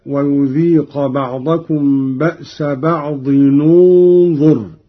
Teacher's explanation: قوله تعالى: ويذيق بعضكم بأس بعض، إذا وصلنا بعض بكلمة انظر، قرأ قالون بضم أولى الساكنين، وهو تنوين الضاد هكذا: ويذيق بعضكم بأس بعض ننظر.